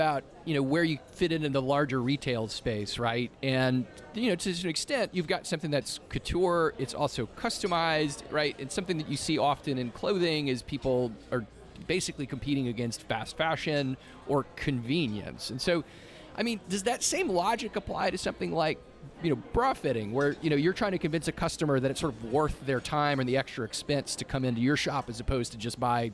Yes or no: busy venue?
yes